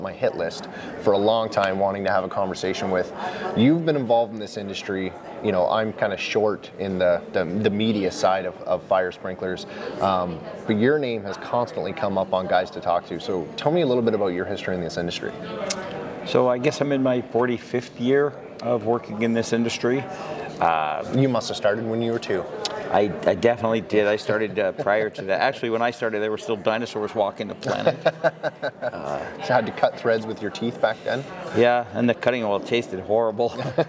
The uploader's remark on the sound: This episode of the fire sprinkler podcast was recorded live at the AFSA42 Conference/expo in Orlando Florida!